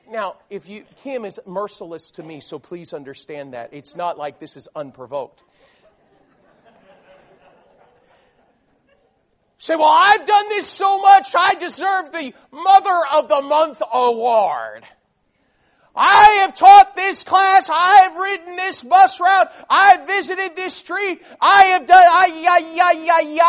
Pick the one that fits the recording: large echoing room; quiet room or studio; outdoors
large echoing room